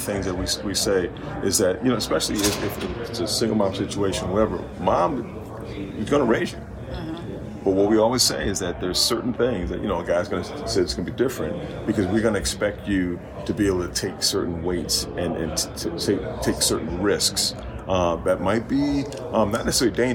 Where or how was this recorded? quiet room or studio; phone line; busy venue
busy venue